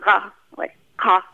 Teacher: És például abban, hogy a kirgiz meg a kazakban is vannak ezek hát az úgynevezett uvuláris vagy gutturális hangok, amik nincsenek meg a törökországi törökben, tehát a ka, vagy ka.